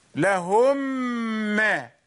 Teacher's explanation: We merged the first meme into the second meme. And it have been doubled ميم حرفا واحدا مشددا يرتفع اللسان عنه مرة واحدة.